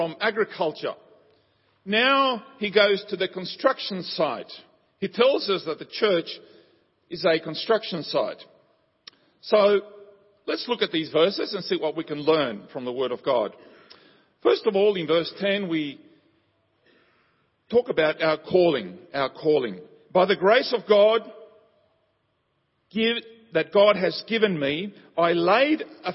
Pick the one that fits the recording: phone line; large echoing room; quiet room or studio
large echoing room